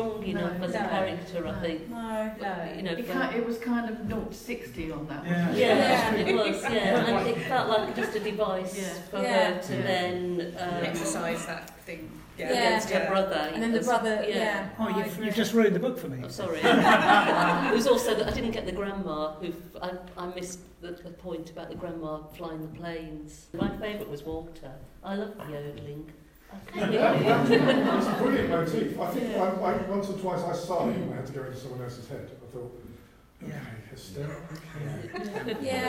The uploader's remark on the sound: A special live podcast for Brighton City Reads 2018